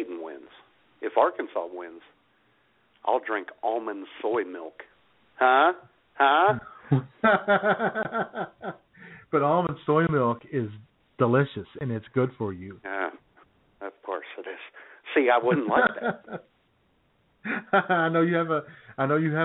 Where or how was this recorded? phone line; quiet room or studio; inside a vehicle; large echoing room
phone line